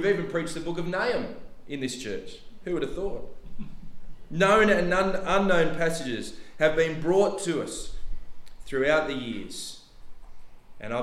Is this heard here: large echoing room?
yes